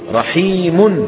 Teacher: رحيم هي ميم مضمومة يتلوها نون ساكنة · Term: التنوين